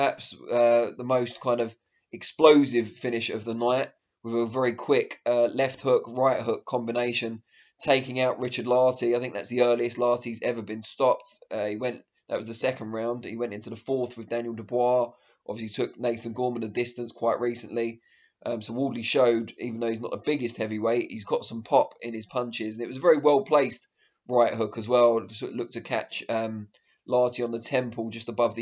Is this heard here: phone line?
no